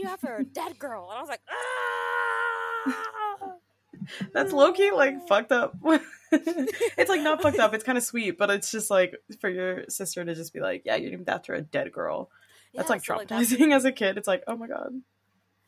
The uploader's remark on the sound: Audio levels in this episode were tough to manage, working on getting better microphones!